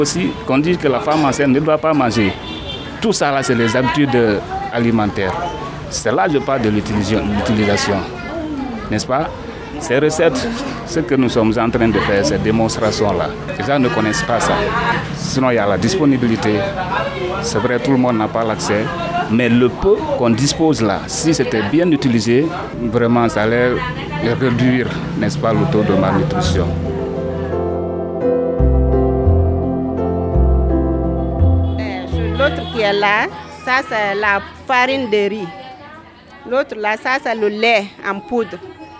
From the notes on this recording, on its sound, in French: Nous avons rencontré cette initiative liée à l'alimentation durable lors de notre voyage à vélo en Afrique. Le podcast a été enregistré en pleine rue, la qualité de son est donc peut-être moins bonne que d'habitude.